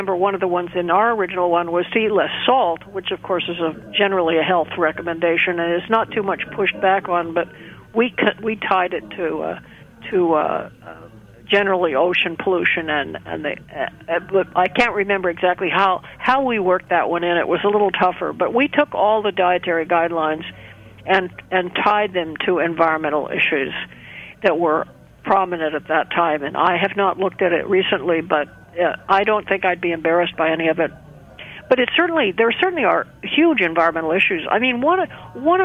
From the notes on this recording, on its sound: via phone